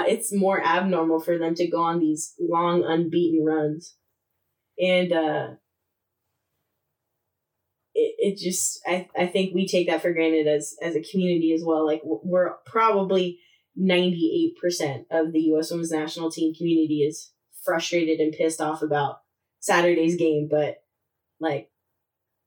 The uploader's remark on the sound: To boot we gave you some struggle bus audio. Lots of technical difficulties to start the year.